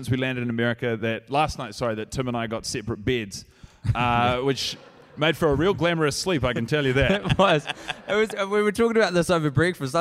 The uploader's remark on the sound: Recorded at the Now Hear This festival in Anaheim, California